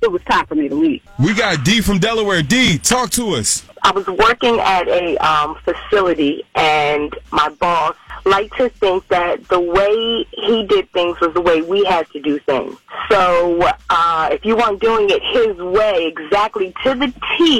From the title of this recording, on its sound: Takes Calls From The Listeners